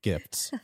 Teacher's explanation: It hurts to put those three consonants together, gifts. The F, T, and S.